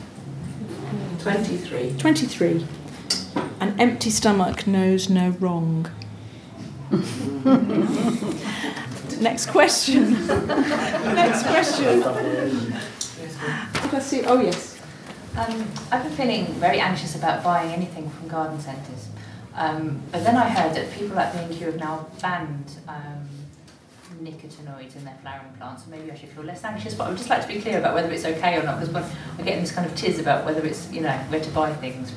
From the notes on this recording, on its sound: Seedy Sunday’s local gardeners question time. On the panel answering members of the publics questions.